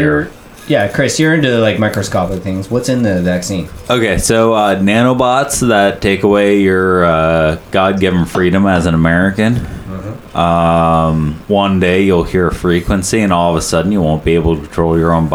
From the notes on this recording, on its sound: The sound will get better every episode!